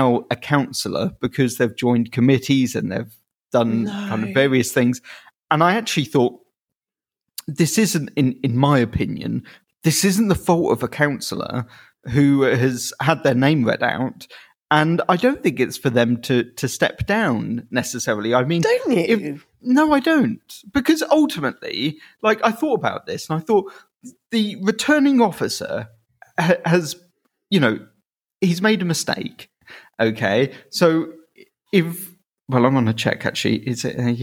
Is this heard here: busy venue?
no